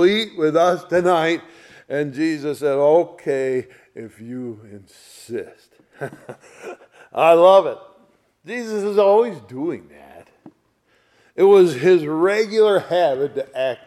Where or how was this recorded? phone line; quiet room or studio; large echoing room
large echoing room